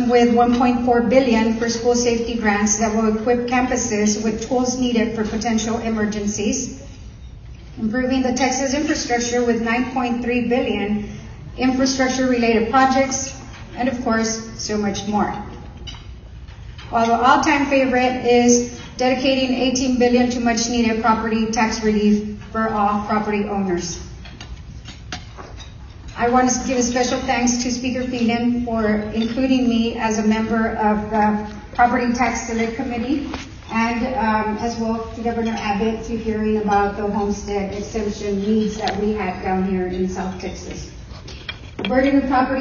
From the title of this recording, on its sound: at the Brownsville Chamber of Commerce 88th Legislative Update event